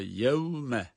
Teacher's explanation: Vav da dudakları öne çıkardık. Tabii bütün vavlar da öyle.